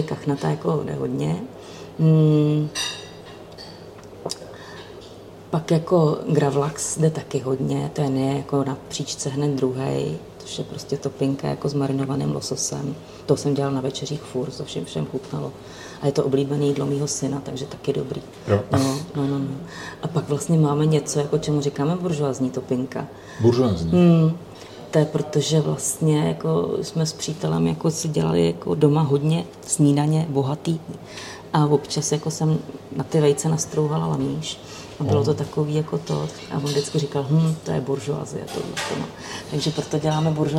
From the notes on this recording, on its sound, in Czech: Za hodinu a půl se v Topince v líném pátečním odpoledni vystřídalo šest hostů, všichni na balkóně. Omluvte cinkání nádobí z kuchyně, zvuky kávovaru či občas slyšitelný tlumený hovor v pozadí. Je to autentická zvuková kulisa.